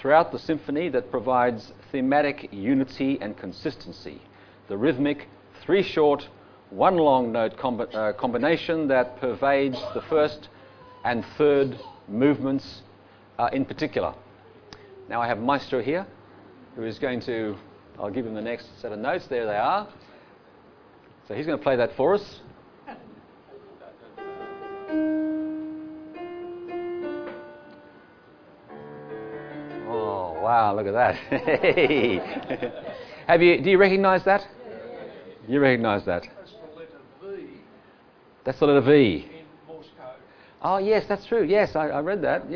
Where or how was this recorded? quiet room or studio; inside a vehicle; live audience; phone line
live audience